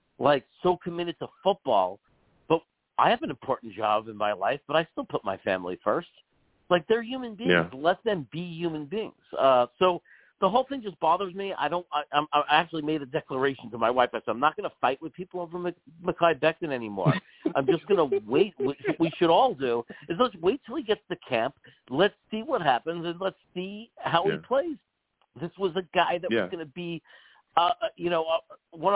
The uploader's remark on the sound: I also take live callers!